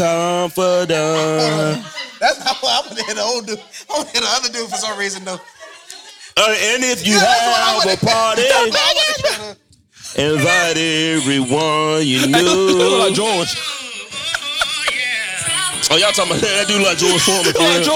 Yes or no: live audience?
yes